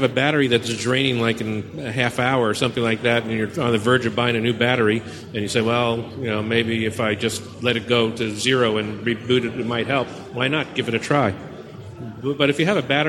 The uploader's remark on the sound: Mac 911 live at Macworld Expo 2012. Including ones submitted live by our audience!